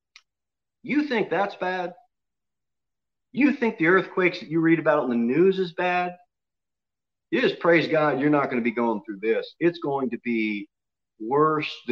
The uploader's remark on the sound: Sermon delivered at Pilgrim Baptist Church on Sunday, March 14, 2021, at 6:15 pm. Jere Whitson Rd.